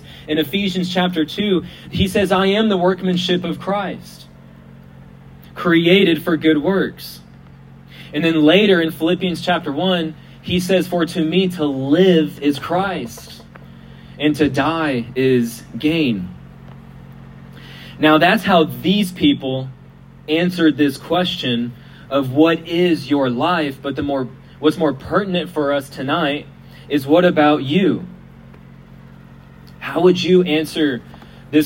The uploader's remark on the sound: We apologize for the quality of the audio, as it was recorded outside.